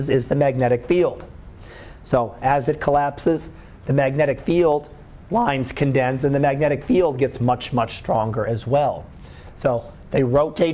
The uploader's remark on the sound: Live Class Lecture 2013 Jun 13